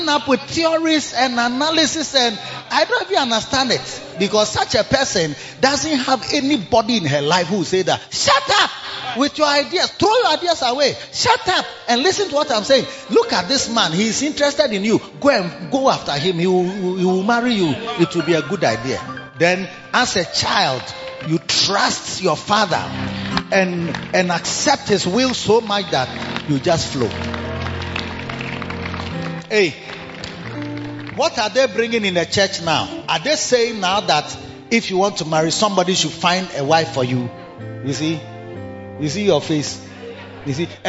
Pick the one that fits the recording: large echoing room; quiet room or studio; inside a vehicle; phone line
large echoing room